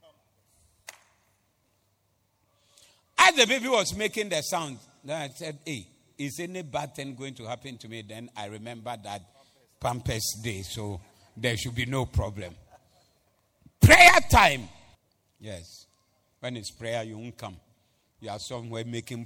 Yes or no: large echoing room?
yes